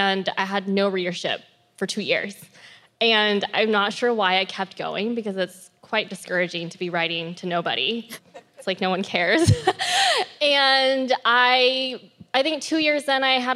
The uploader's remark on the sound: This is the 'How She Built This' panel from Rise Conference, 2021.